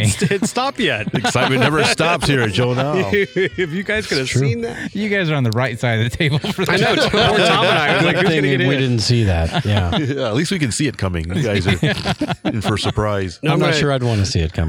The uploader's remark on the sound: At Joe Nall. This was recorded outside so there's a bit of background noise.